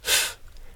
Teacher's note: That is to replace all your impulses with a f sound, a f of air. So you're making an F sound with your upper teeth and your lower lip, and you're pulsing the air through that constriction for every syllable